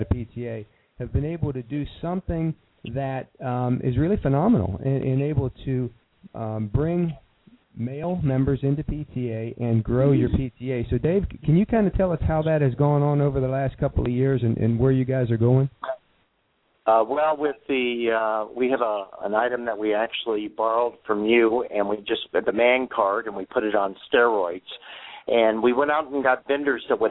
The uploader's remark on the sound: We even got a surprise call-in